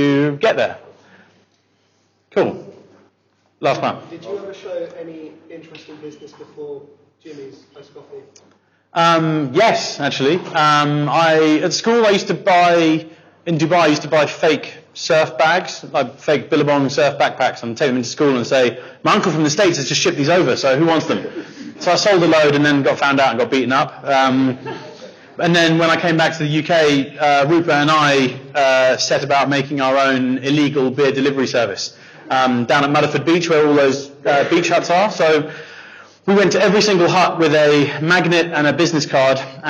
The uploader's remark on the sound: Bonus 'live' Episode. Our sold-out 'live' audience in Bournemouth. To speak to our audience of entrepreneurs and start-ups.